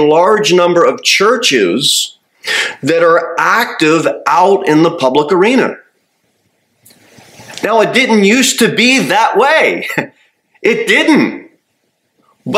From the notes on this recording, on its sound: Sermon delivered at Pilgrim Baptist Church on Thursday, December 14, 2023, at 6-15 pm. Jere Whitson Rd. Cookeville, TN 38501.